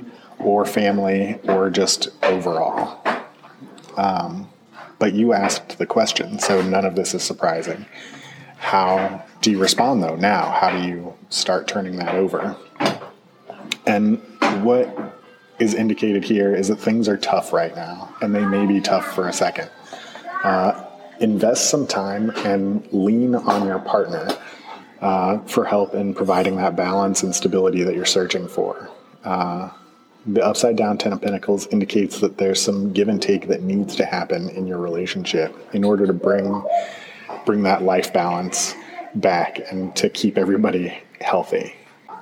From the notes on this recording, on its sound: Sound quality is a touch improved...possibly as good as we'll get inside a busy coffee shop. Originally recorded starting at the end of 2016, there’s a lot of growth to be found in the production quality.